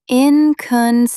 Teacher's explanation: Stress the third syllable.